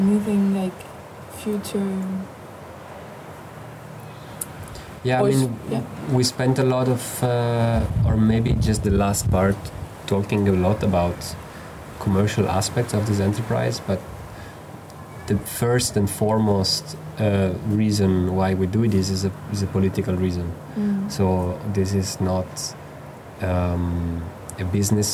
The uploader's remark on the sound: The setting of the conversation took place an hour drive outside Cagliari in friendly surroundings on the rooftop